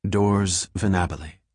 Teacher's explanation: She spelled the last name and emphasized the stress on the second syllable.